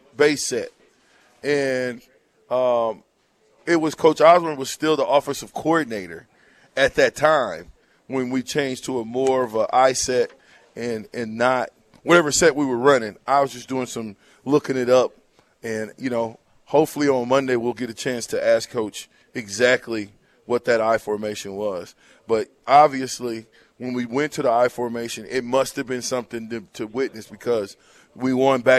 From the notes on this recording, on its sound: Live from WingStop